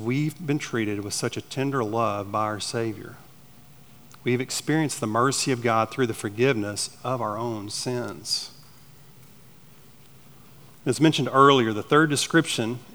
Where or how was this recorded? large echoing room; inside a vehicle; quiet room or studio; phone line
large echoing room